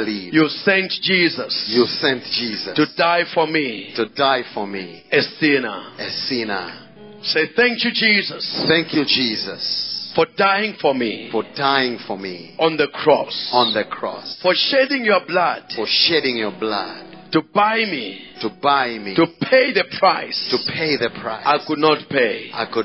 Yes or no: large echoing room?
yes